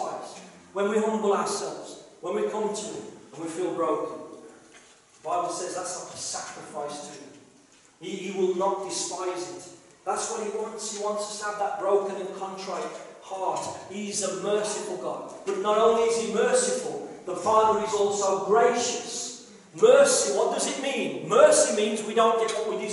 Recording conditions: poor sound quality